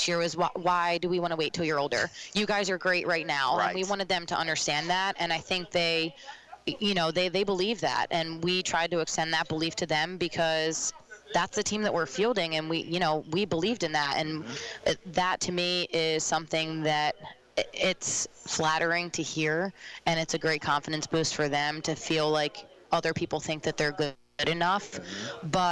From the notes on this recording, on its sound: Live from SportsPage Grille in Ashland. As heard LIVE on 102.9 The Mater and online on the TuneIn Radio app on "Radiall"!